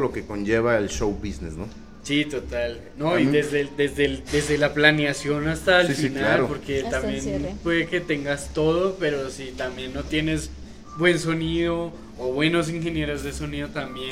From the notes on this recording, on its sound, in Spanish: En vivo desde Jamaica Records